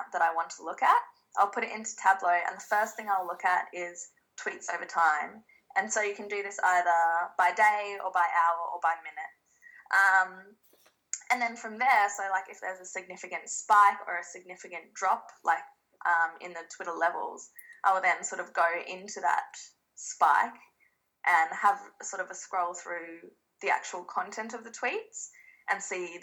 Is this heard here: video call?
yes